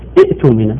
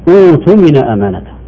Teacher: البدء بهمزة الوصل مضمومة مع إبدال الهمزة الثانية واو على قاعدة البدل · Shown in: second take